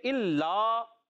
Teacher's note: لام مشدد ہے، ذرا رک کر ادا کریں گے، اللہ ایک الف کھینچنا بھی ہے، ٹھیک ہے یاد رکھنا ہے.